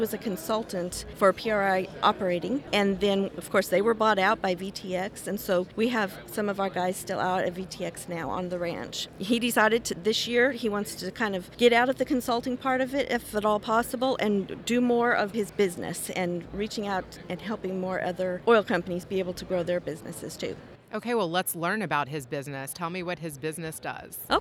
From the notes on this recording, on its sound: bringing you insights straight from the energy heartbeat at the NAPE Summit in Houston